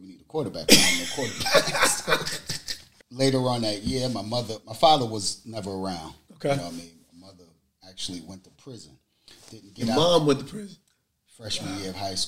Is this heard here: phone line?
no